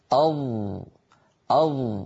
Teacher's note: الضاد محصور صوتها بين قبة الحنك واللسان